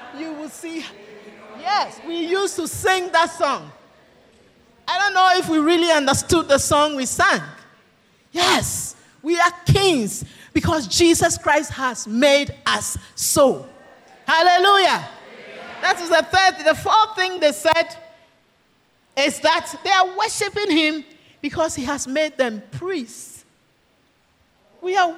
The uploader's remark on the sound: Sermon preached at CBC Adabraka Campus